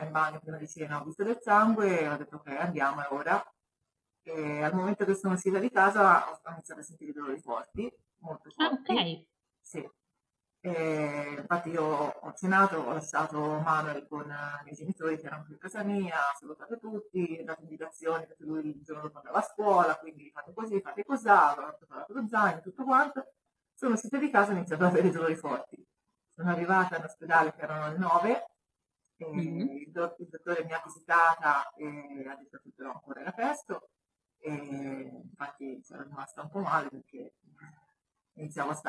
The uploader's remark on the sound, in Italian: la qualità audio è decisamente pessima